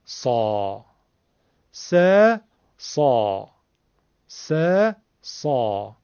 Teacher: دقت کنید اصلا من سوت نزدم، صاد نگفتم، با لبم نگفتم صاد صاد، بلکه از تو حلق پره. من باد تو گلو انداختم.